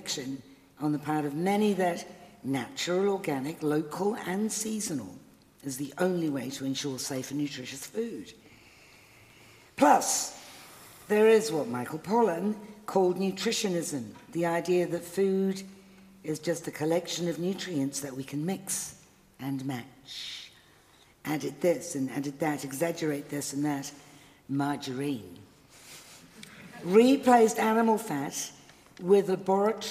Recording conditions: live audience